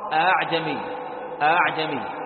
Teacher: حفص يقرأ الهمزة الثانية بالتسهيل بين الهمزة وبين الألف